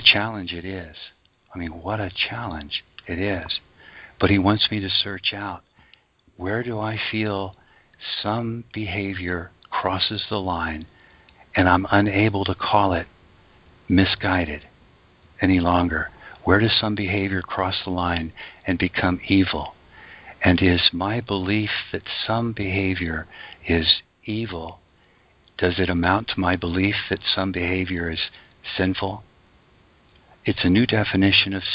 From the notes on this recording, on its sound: ACIM Daily TEXT Conference Call